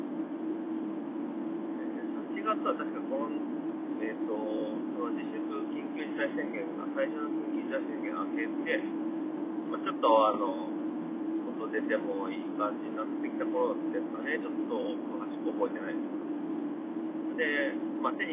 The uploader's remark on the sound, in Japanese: 1人喋り。先日一人で亀山ダムで釣りした日の帰り道、アクアライン渋滞中に録音したので音もちょっとあまりよくないです。聞きづらいかもしれません、すみません。